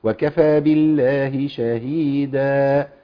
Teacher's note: كسر الباء قبل اسم الجلاله يخلي اللام مرققه